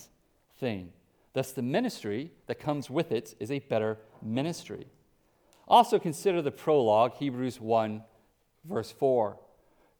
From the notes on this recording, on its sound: Preached at Hope Community Church, West Salem, WI